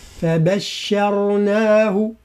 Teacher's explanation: هاء الضمير من بشرناه ليس فيها مد، لماذا؟ لأن ما قبلها سكن